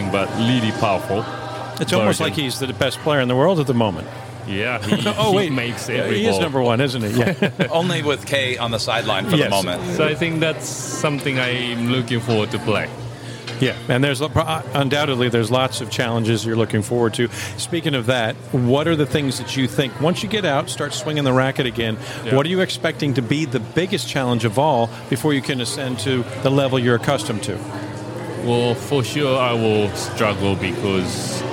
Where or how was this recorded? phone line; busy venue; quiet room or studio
busy venue